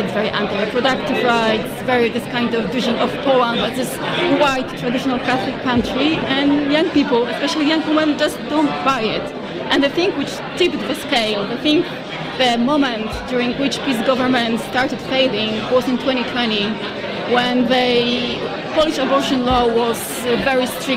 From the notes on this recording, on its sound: Monocle Radio broadcasts live from our inaugural party in Warsaw.